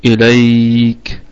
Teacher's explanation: إليك، الهمزة طبعا همزة أصلية تثبت في البدء والوصل. إليك، والياء حرف لين وصلا وهو عارض للسكون وقفا، يعني حرف لين في حالة الوصل وهو مد لين عارض للسكون في حالة الوقف.